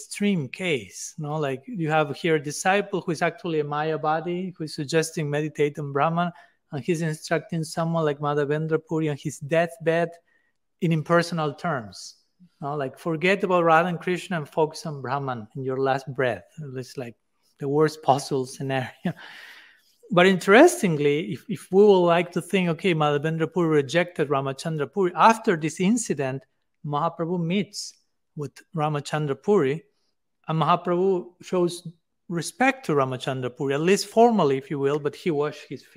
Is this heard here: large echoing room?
yes